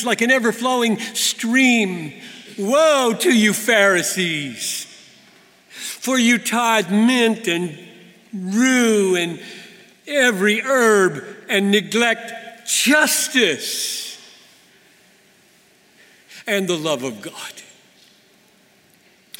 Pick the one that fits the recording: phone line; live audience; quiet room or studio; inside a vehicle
live audience